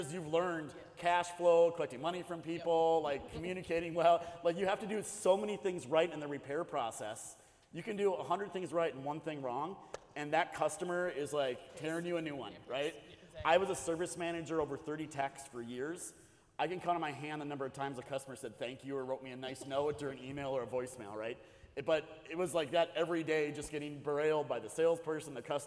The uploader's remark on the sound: Live on location in Houston, TX at second annual Truck N' Hustle FreightFest. Audio/Video Captured at the Event by Encore.